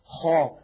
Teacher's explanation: هواء الحرف يتجه إلى قبة الحنك الأعلى، إلى سقف الحلق · Term: الاستعلاء